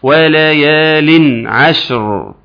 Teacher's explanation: عاوزك وانت بتجيب لي الاظهار بتاع وليال تسلمني فعلا نون واضحة جدا قوية جدا ساكنة